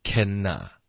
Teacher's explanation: 舌尖会顶上去，顶上去呢，发这个鼻音，我们再连发到那就变成 canna.